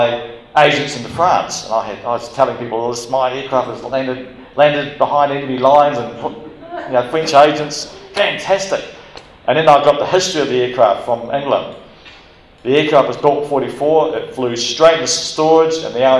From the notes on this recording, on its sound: Recorded: 19th of January 2014, live at the Wings Over New Zealand Forum Meet